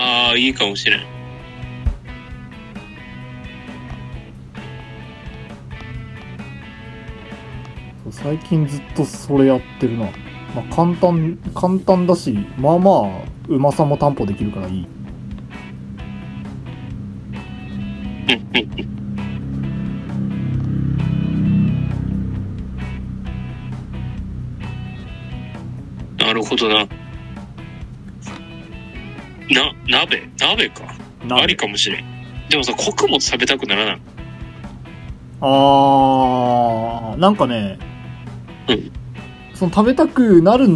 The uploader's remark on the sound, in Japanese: 録音機材：iPhone7